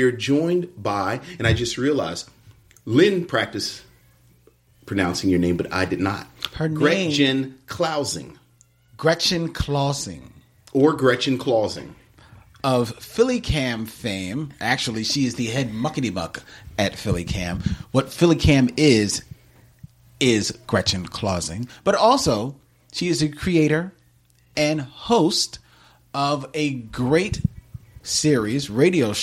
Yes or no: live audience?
no